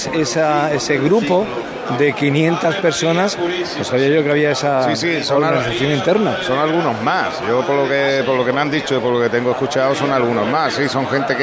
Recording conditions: outdoors